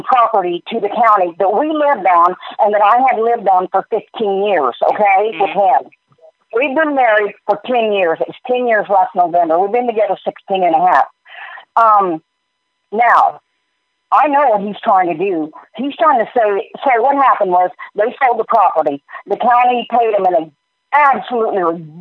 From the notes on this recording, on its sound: Where we take back the conversation from unsolicited phone calls... All comments, names, and information given to the callers are made up in real time as the call is recorded.